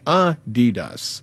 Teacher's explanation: It's supposed to be Adidas, with a slight emphasis on the first syllable, not Adidas, stressing the second.